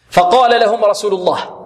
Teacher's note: الفاء هنا مرققة والقاف مفخمة، والألف بعد القاف ماذا؟ مفخمة كذلك، لأن الألف تتبع ما قبلها